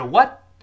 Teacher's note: What 最后那个 t 一定是去爆破了。读快了之后，不是 what，而是 what，时间顶住，憋住气，what，然后 d，d，you，这个音变我们强调过多次。d 碰到了 you，前面那个 yeah，连读之后一定会变成 j，j，所以是 didyou， did you 不是 didyou， did you 那是油葫漏了，did you 了啊。didyou，然后那个 do，重读，你做什么事儿了？跟老师完整地读一遍，慢慢来，注意口型、音调和语气。What did youdo？再来一遍。What did